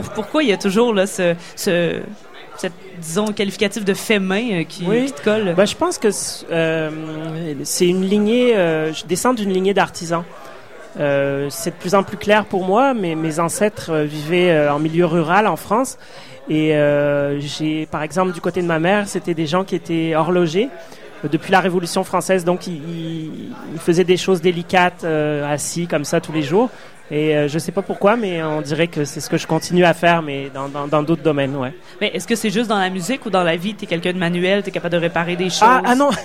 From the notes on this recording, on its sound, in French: au Festival d'été de Québec, sur les ondes de CKRL 89,1, en direct du Sacrilège